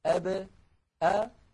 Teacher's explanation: يعني قلنا بأن العرب بدل أن يقولوا أب إذا سكنت الباء يقولون أب أب، فيخرجون الباء بالتباعد بين الشفتين لا بالتصادم بينهما، دون أن يصاحب ذلك انفتاح للفم، لأنه لو صاحبه انفتاح لانفتحت الباء باء، ودون أن يصاحب ذلك انضمام للشفتين، لأنه لو صاحب ذلك انضمام للشفتين لانضمت الباء بو، ودون أن يصاحب ذلك انخفاض للفك السفلي، لأنه لو صاحب ذلك انخفاض للفك السفلي لانكسرت الباء بي. · Term: القلقلة